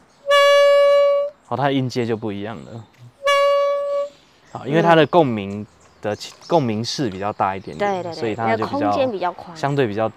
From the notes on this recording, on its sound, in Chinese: 哎呀這次我們忘記帶錄音介面上山了Ｑ。只能用一般的收音MIC來使用。這次選擇在戶外錄音所以在聲音上會有蠻多環境音的。另外本集有特殊的音響還請大家不要開太大聲以免被嚇到。